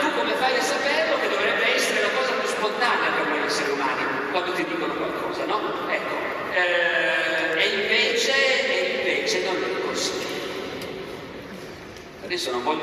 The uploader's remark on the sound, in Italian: (Bologna, 2023). Festa Internazionale della Storia. Audio registrato in loco - remasterizzato e migliorato.